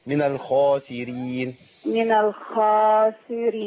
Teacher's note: نفخم الخاء شوية كمان. من الخاسرين.